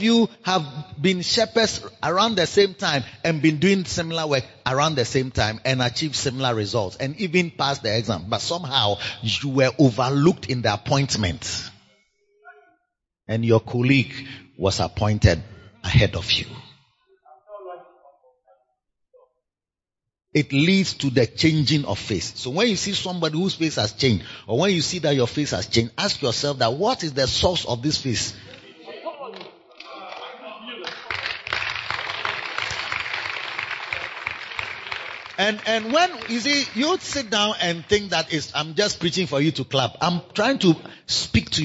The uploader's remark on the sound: Preached at the Makarios Shepherds Impartation Service